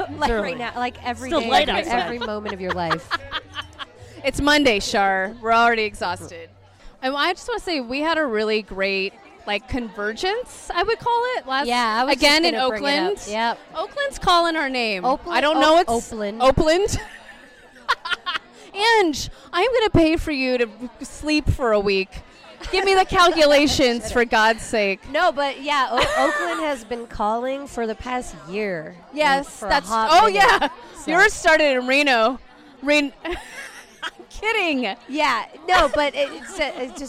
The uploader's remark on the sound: We're recording LIVE from the That's What She Said monthly event created for womxn by womxn in the heart of the Fillmore district of San Francisco. At the bar of The Social Study.